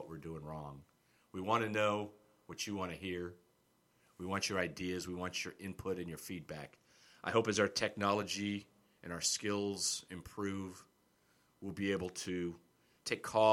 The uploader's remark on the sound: Here is our first test at the podcast. Mic levels were too low, it is about learning and testing, we aim to get better.